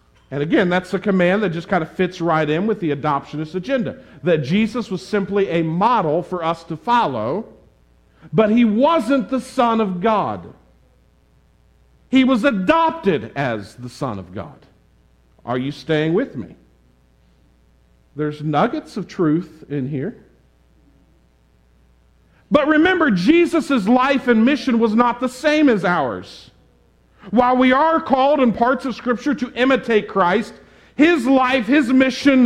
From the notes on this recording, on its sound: This sermon on Luke 3:21-38 was preached at the Tarrant Bible Methodist Church on March 6, 2022.